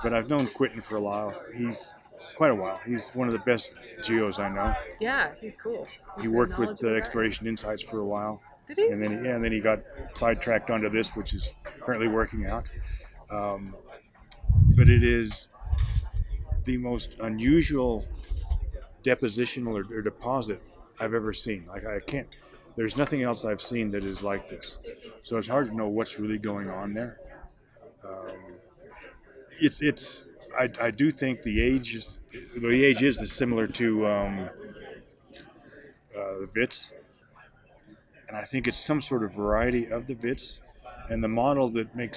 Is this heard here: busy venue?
yes